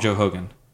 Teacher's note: so they pronounce the R as a huh